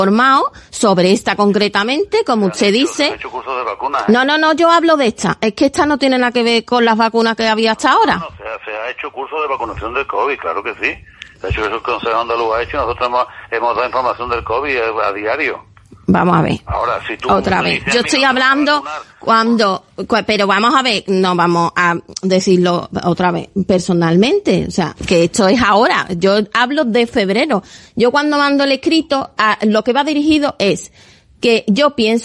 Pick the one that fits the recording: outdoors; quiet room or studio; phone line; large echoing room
phone line